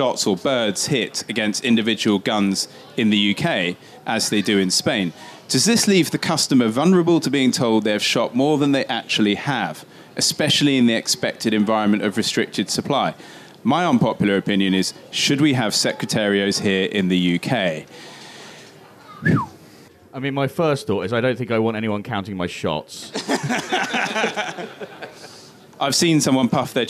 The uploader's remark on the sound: Our first ever podcast recorded in front of a live audience! A live audience made up of former podcast guests, celebs of the shooting world, Members of the Most Noble Order of the Garters and fans of the GunsOnPegs Podcast. Recorded LIVE at The Game Fair 2022.